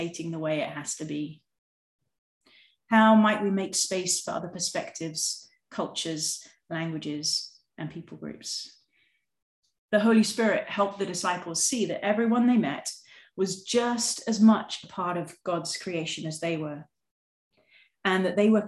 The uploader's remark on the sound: (evening her time), oh the wonders of zoom!